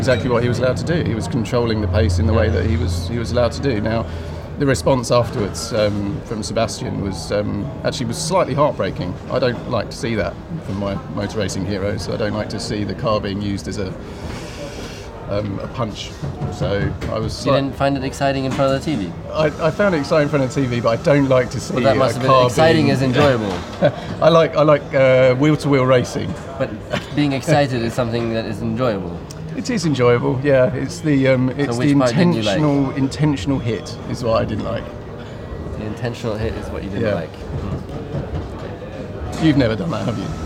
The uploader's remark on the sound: at the Goodwood Festival of Speed